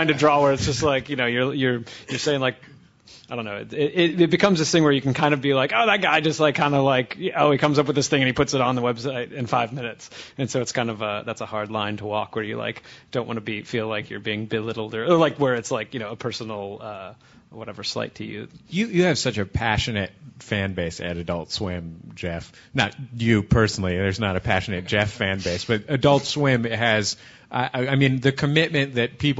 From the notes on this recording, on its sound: at the 2009 Integrated Media Association conference